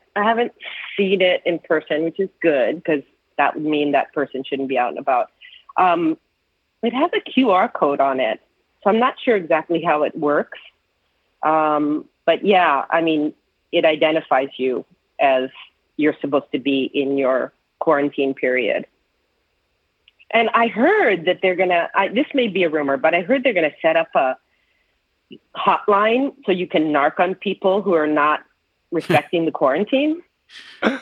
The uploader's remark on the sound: Recording in their respective attic and closet (hence the name) and breaking away from the normal, heavily reported show format to take calls from listeners and find out how everyone is doing.